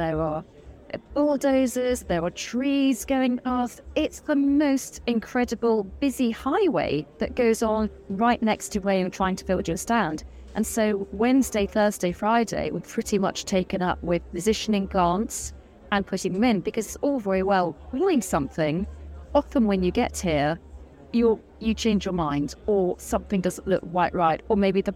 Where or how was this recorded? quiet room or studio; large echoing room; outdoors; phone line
outdoors